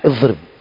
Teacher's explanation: حصل زيادة، وهو أنهم يخرجون الضاد من مخرج الضاء فيخرجون اللسان